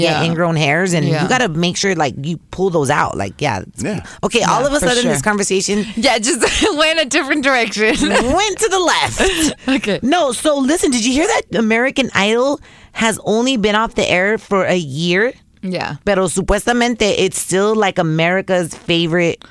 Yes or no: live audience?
no